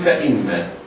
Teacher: الميم مشددة حكمها الغنة بمقدار حركتين